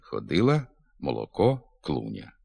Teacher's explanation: Частині південно-східних говорів властива напівм'яка вимова звука «л»